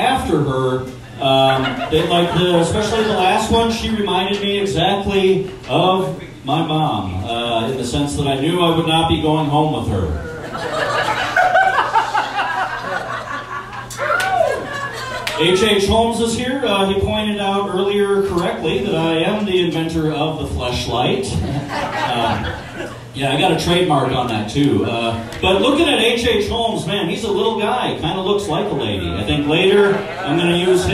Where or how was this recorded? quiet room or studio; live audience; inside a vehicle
live audience